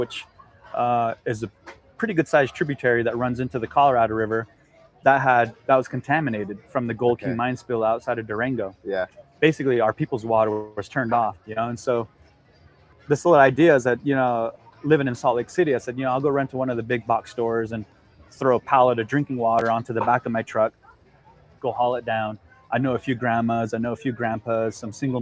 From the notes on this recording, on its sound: LIVE FROM CRANKWORX. Audio and video was recorded by Adventure Production.